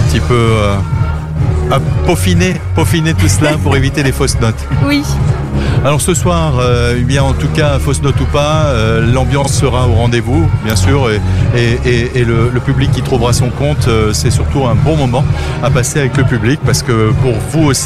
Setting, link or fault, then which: setting, outdoors